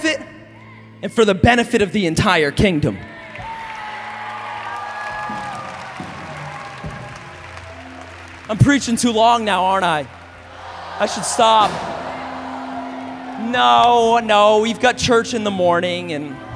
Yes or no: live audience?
yes